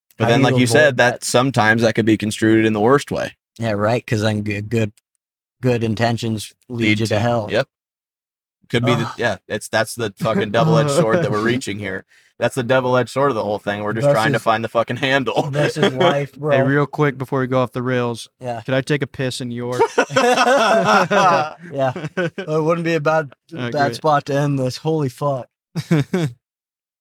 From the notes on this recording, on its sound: In total five hours of recording was captured on the ride back.